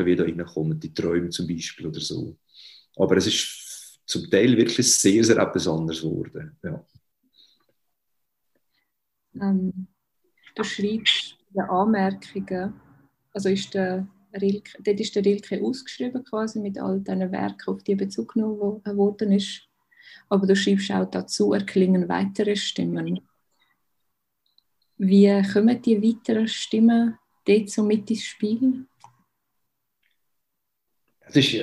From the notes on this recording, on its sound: In der ersten Zoomfolge von In der Tinte